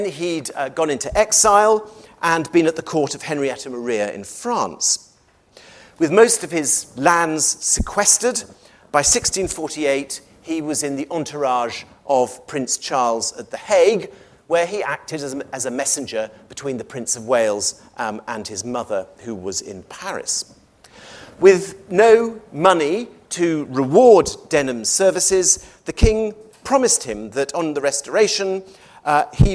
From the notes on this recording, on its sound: recorded on 14 June 2023 at David Game College, London